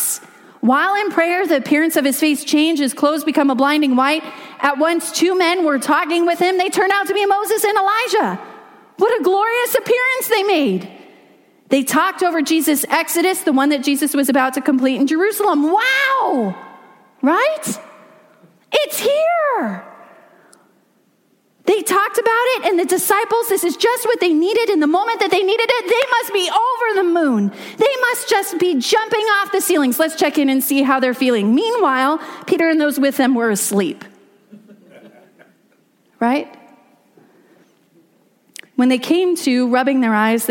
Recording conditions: large echoing room